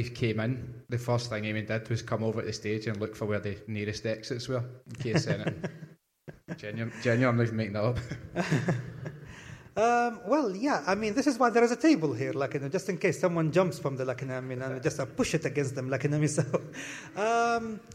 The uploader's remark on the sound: Blethered Live at SWG3 in Glasgow